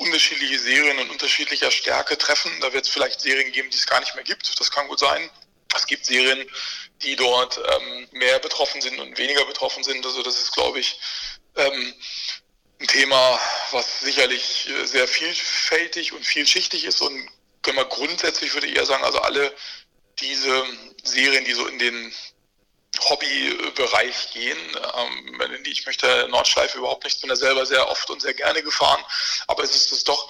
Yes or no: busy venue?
no